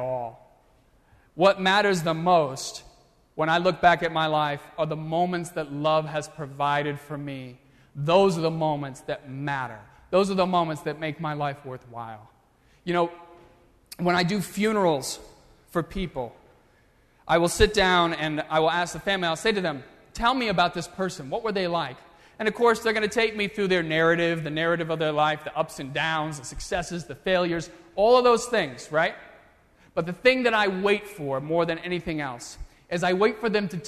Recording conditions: large echoing room